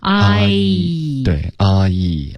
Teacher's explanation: 滑动不能用中文的爱代替阿姨，你要把这个过程清清楚楚地展示出来 · Term: 双元音